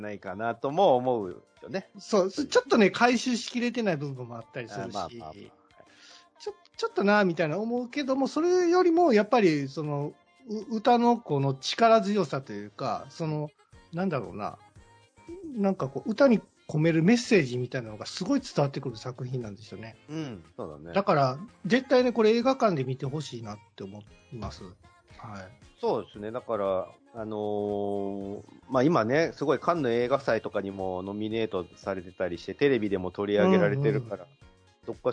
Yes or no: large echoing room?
no